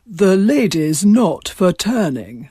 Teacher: She opened up the back of the mouth, and you got this rather extraordinary overweight of pharyngeal resonance, which gave her that "the lady's not for turning," that very open at the back of the throat kind of sound.